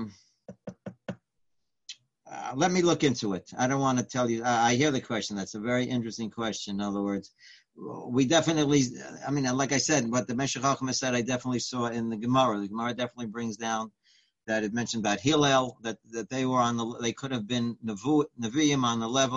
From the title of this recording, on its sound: Live On Zoom